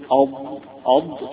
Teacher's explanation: تقول اض، اعرف فين مخرج الضاد، وانت تقول كلمة اض أض تلاقي أن حافة اللسان جاية جنب أول الأضراس العليا